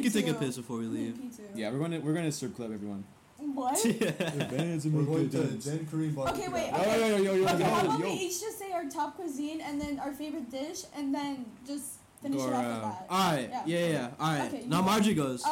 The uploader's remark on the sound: PLEASE EXCUSE THE CRAPPY AUDIO!! We were having trouble with the mics.